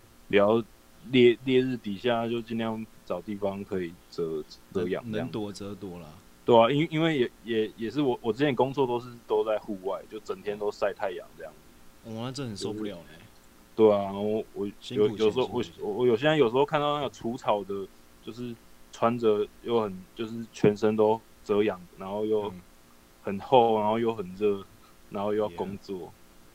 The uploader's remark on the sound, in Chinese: 這集我們用遠端語音通話收錄。那邊的音質會比較差。